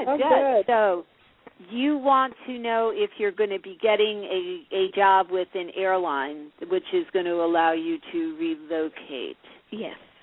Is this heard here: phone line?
yes